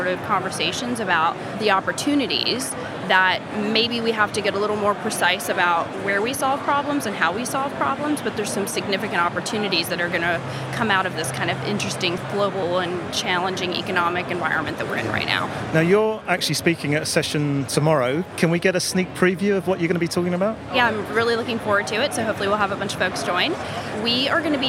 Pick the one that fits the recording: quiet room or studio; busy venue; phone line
busy venue